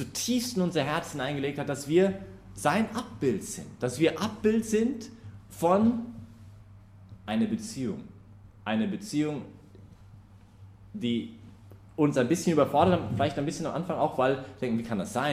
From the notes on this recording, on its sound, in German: Die Predigtserie findet innerhalb der "BeFree Messe für junge Erwachsene" im Zentrum Johannes Paul II.